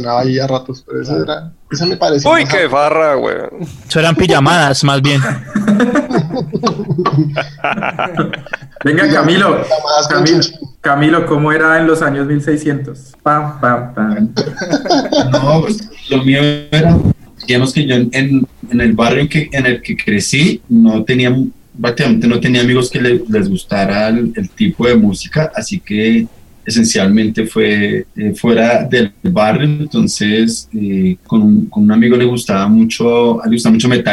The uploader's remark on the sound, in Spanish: Episodio grabado el 04 de Abril de 2020 en línea, desde Bogotá - Colombia y Gante - Bélgica